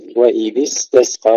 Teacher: ترقيق السينين مع همسهما وصفيرهما. وإذ استسقى، ولا نقول وإذ استسقى، لا نقلقل السين.